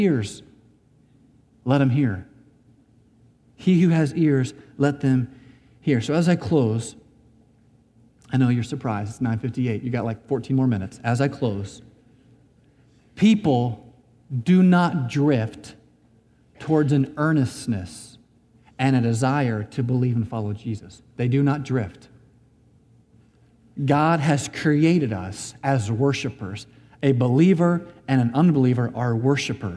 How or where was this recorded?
large echoing room